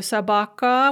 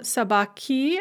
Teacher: So собака, which has a hard ending in the nominative singular, will become собаки, and the ка will become soft when you add that genitive singular or nominative plural ending · Shown in: second take